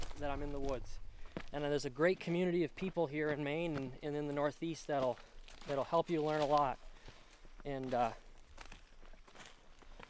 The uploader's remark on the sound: These are recorded "in the field" in pickup trucks on dirt logging roads, walking in the woods, and by lakes and rivers. Part 2 of our conversation out in the woods. The Appalachian Mountain Club's 74,000 acres of conservation land in the heart of Maine's 100-Mile Wilderness.